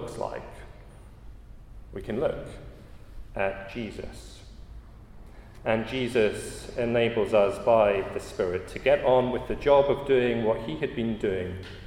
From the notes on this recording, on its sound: at a Christians in Parliament Chapel Service which was held in the Chapel of St Mary Undercroft on Tuesday 12th September 2023